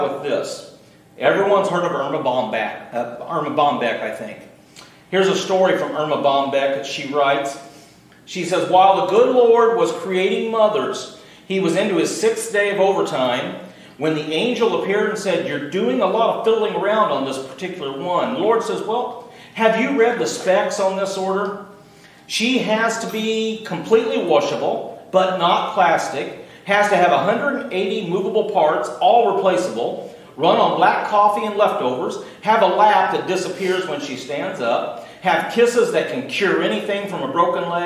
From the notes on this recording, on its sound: Recorded Live May 13th, 2018.